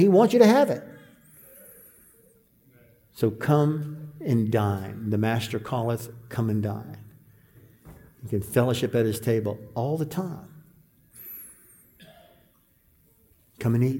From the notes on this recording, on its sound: This sermon was preached at the 2023 Fellowship Conference